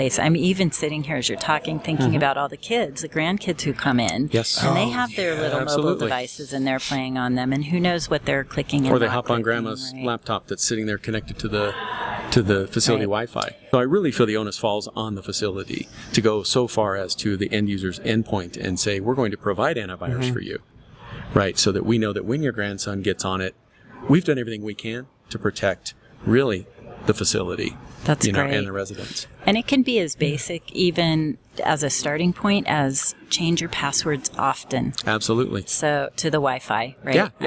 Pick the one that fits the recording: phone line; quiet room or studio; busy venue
busy venue